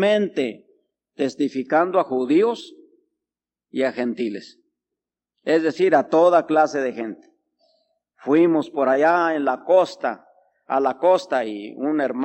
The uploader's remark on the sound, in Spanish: Grabado el 8 de Diciembre de 1985 Culto de las 12 Hrs